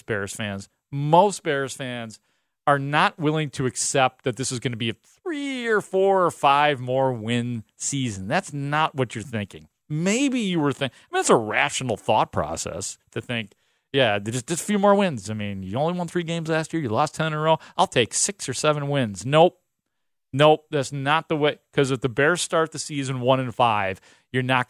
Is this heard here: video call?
no